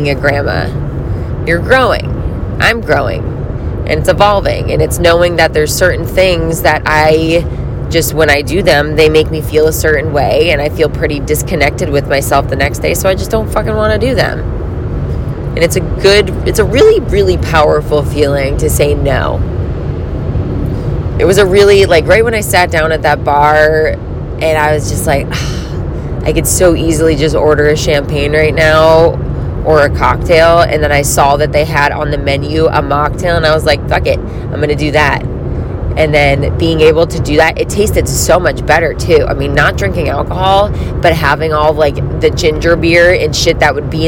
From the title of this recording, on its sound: a sober talk while I’m driving